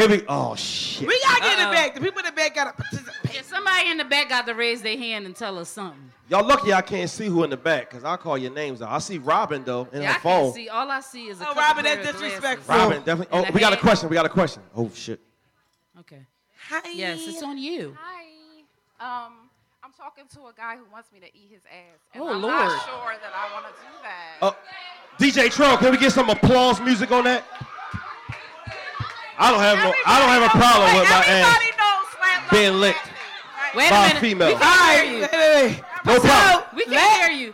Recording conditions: live audience